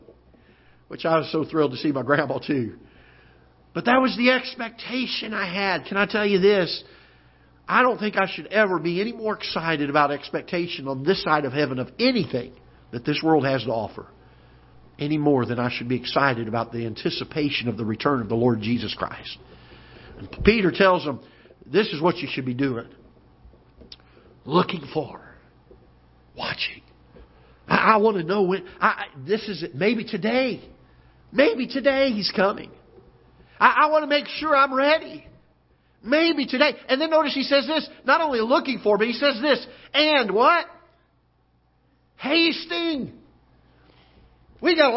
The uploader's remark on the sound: Ketha Heights Baptist Church ~ Live Broadcast